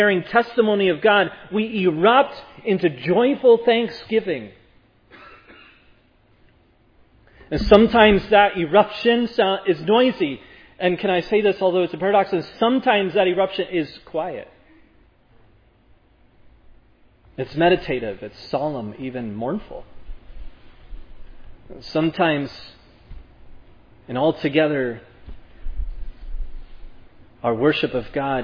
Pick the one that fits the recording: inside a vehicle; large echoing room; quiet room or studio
large echoing room